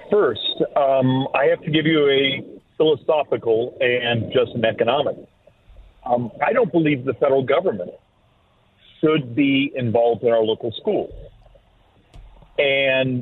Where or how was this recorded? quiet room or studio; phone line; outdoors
phone line